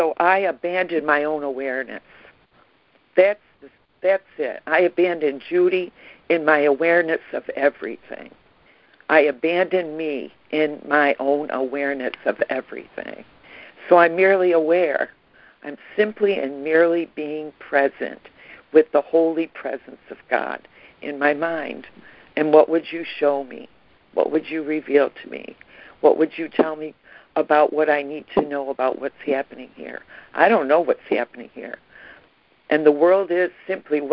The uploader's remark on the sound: ACIM Daily Conference Call